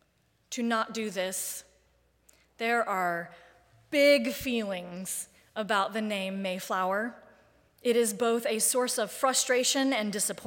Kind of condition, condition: setting, large echoing room